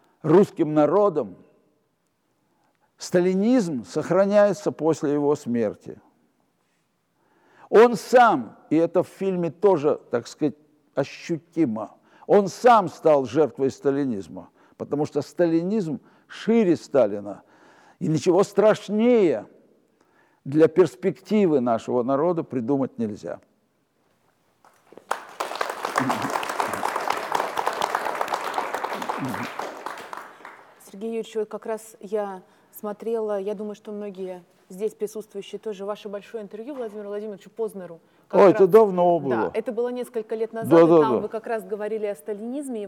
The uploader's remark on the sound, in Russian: Встреча легендарного актёра и режиссёра со зрителями в театральном клубе «Антракт».